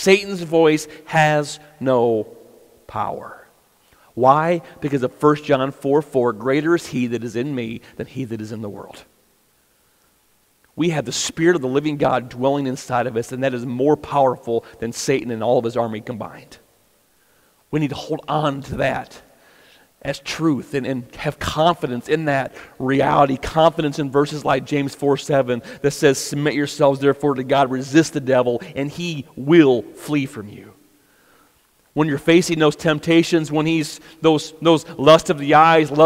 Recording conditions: large echoing room